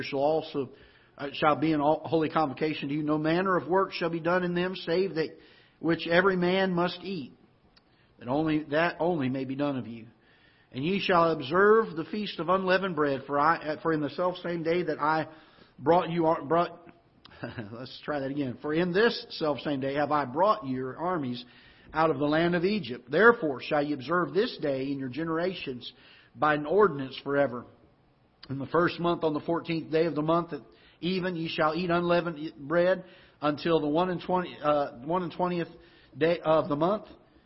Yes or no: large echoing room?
yes